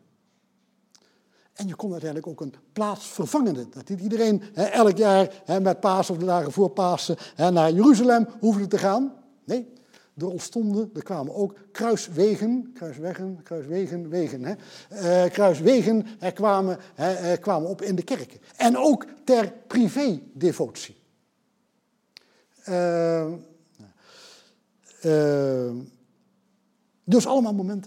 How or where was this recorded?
large echoing room